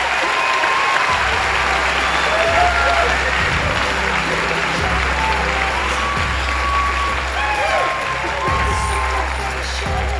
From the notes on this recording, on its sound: An edited down version of a Gonads Live show. Recording of a live event hosted by Radiolab at the Skirball Center in New York City on May 16, 2018. Live music, including the sex ed questions, and the Gonads theme song.